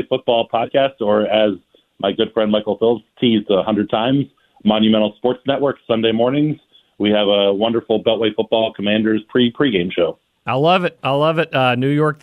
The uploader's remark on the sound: joined via the phone lines